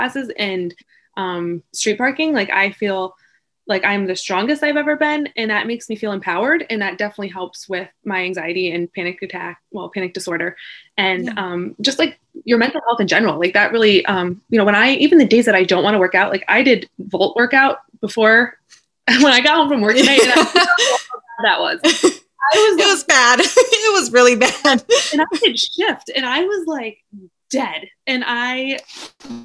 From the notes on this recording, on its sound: Disclaimer: Contains audio from ZOOM. Sit and chat via zoom with a dear friend of mine.